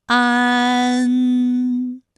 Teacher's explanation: 拙政圆，这个词语你知道哪个字是前鼻音，哪个字是后鼻音吗？大家可以跟我再读一遍啊，拙政圆，找出来了吗？对了，圆的韵母是乌安，它就是前鼻韵母。正是后鼻韵母，嗯，之嗯，正。同样啊，还有前鼻韵母的有扩建的建，积案建，它的前鼻韵母是一安。自然的然，前鼻韵母安。好，那么关于带安的前鼻韵母啊，我们再放到一起对照，再来看一看它们的发音要领。首先，安发音的时候呢，起点元音是前低不圆唇元音啊，舌尖抵住下齿背，舌位降到最低，软腭上升，关闭鼻腔通路啊。那我们从前啊开始，舌面升高，舌面的前部抵住硬腭的前部，当两者将要接触的时候，软腭下降，打开鼻腔通路，紧接着舌面前部与硬腭的前部闭合，使在口腔受到阻碍的气流从鼻腔里透出，口型由开到合，舌位移动比较大